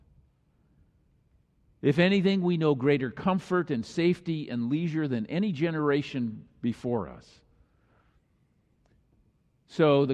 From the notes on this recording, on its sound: Thanksgiving message on this Christ the King Sunday was delivered during the Traditional Worship service.